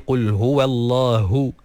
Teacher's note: keluarkan ha tu dengan makhrajnya daripada pangkal kerongkong yang paling bawah, dan keluarkan anginnya sekali. Qul huwallahu, barulah dengar ha tu jelas.